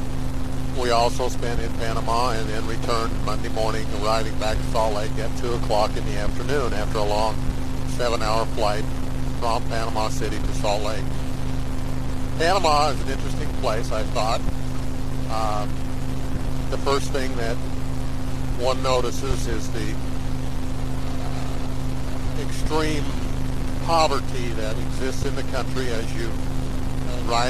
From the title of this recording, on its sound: Driving Home from work